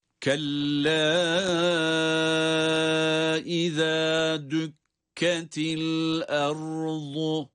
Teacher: Tabii ki kella uzatılarak, dört elif miktarı kadar uzatılarak okunmalı. · Term: meddi munfasıl